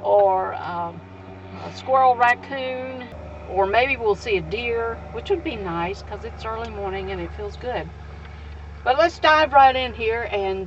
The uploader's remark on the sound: Enjoy a chat with her friends at summer camp. This is the first of four episodes recorded in the outdoors of their favorite camp.